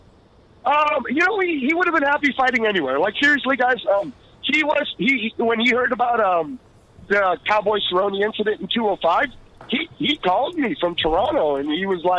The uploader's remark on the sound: calls into the show